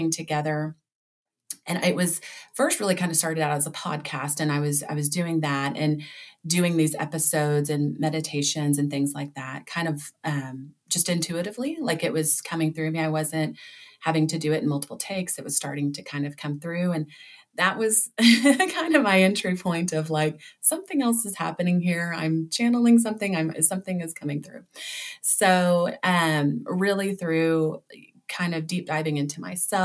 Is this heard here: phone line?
no